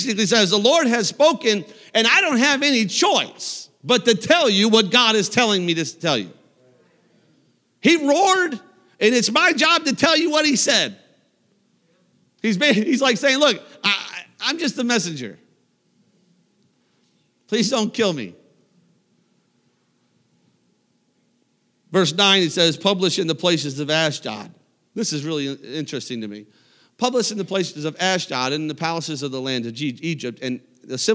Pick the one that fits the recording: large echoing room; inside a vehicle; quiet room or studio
large echoing room